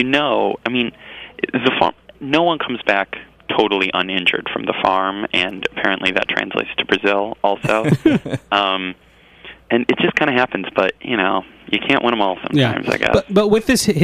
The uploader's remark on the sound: calling in with some anecdotes